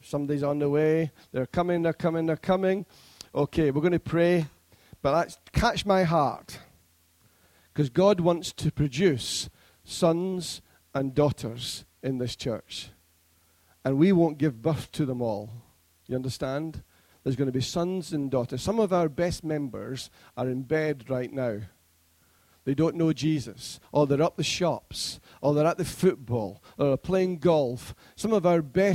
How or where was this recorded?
large echoing room